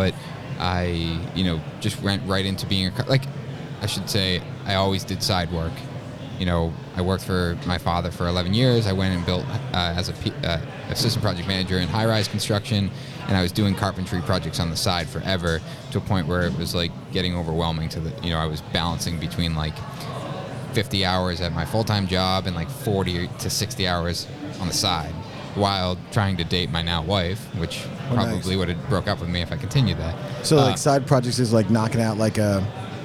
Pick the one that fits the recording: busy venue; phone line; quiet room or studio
busy venue